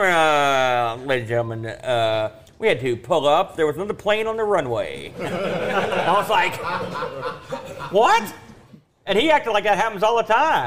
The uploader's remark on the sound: LIVE from Boatfest 2023